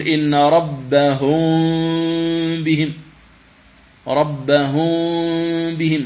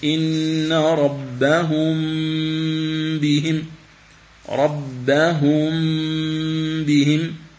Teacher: تنطق بالميم، تضع الشفتين على بعضهما ثم تأتي بالغنة بمقدار حركتين · Shown in: second take · Term: الإخفاء